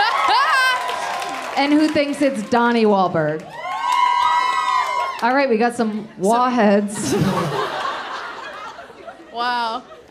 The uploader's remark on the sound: LIVE IN BOSTON